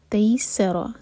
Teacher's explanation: فَمَا اسْتَيْسَرَ، تَي مدلین ہے لائٹ پڑھیں گے، تَيْسَرَ سین لائٹ اور را ہیوی